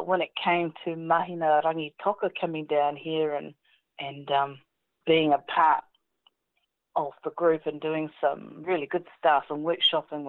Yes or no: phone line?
yes